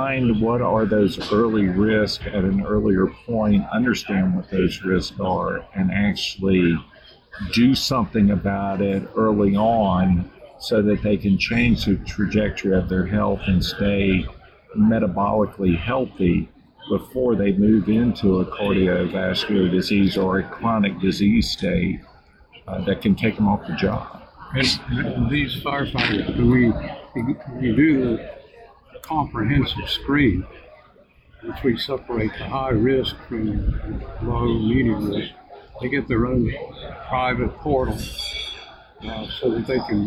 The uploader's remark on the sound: This is a special interview with 2 representatives from SelectWell from the recent NCAFC conference in Wilmington NC. The audio is a bit off due to the conference environment.